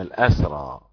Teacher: فتح الهمزة وسكون السين على وزن قتلى